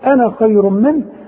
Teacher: تخلي على النون فتحة فقط بدون مد